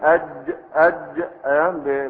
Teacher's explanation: أما الجيم أج من غير همس ولا ولا رخاء، حرف شديد، حرف شديد مجهور، حرف شديد مجهور، ليس مهموسا ولا رخوا.